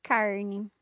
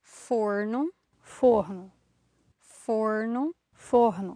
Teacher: in Rio we're going to get more of that ha, ha type of R sound.